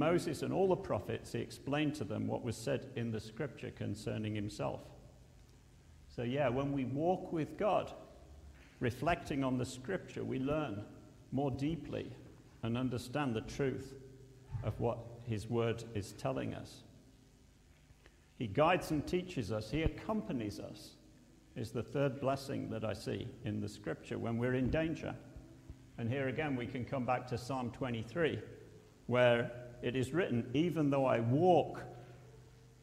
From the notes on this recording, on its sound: at Pembury Baptist Church on 22nd October 2023